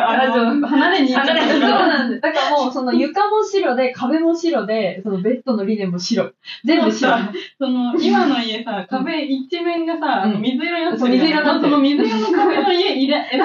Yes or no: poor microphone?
yes